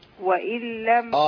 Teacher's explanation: النون هنا مضغمة في اللام